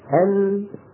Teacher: اللام بينية وساكنة، بده يكون فيها جريان ضئيل